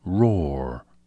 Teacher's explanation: A standard British English speaker will say raw, sounding only the first R, while most American English speakers say roar, sounding both.